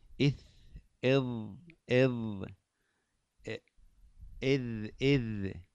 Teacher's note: هذه كلها من طرف اللسان مع أطراف الثنايا العليا